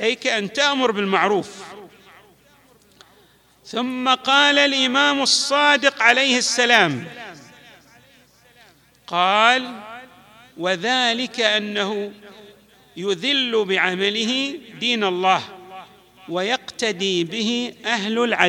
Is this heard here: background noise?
no